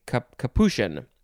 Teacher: the CH is not actually a ch sound, it's an SH